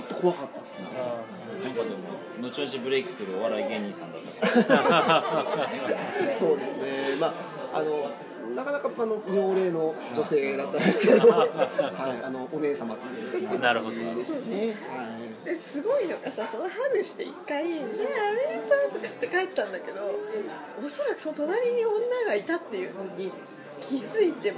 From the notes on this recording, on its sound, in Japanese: 東中野にあるSunday Jam's Clubで収録させてもらいました！今回はSunday Jam's Clubさんにご協力いただき、店内で収録させていただきました。(特に序盤)声が小さくて聞き取りにくいかもしれません(ごめんなさい)。